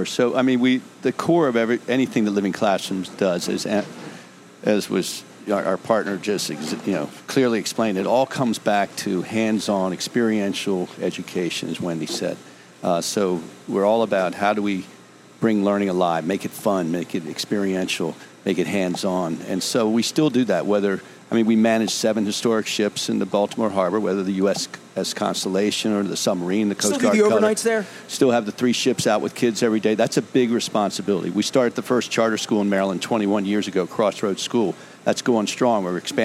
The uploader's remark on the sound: On "A Cup Of Soup Or Bowl" week at Faidley's Seafood in historic Lexington Market.